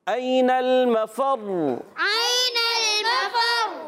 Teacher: پر زبر ہے، فا پر زبر ہے، حرکتیں نہیں کھینچیں گے، مگر فا کو را سے ملائیں گے اور را مشدد ہے، دو مرتبہ پڑھی جائے گی